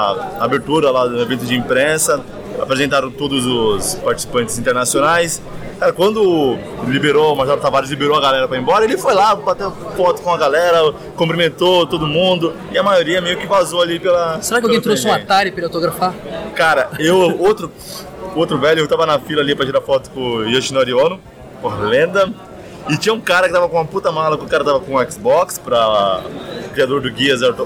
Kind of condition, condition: setting, busy venue